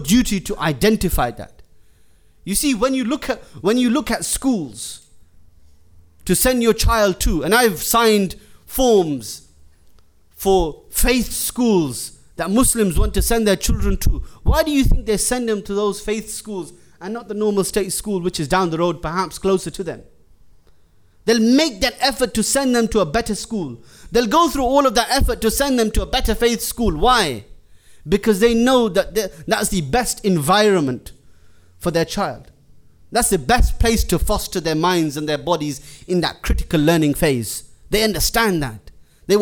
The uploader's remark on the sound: Jummah lecture